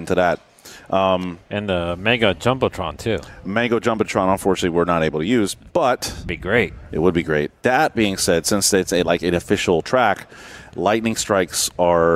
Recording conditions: busy venue